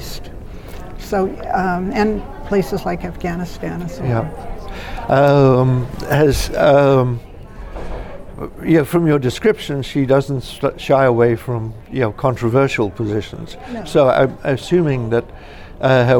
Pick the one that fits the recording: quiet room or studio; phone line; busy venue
busy venue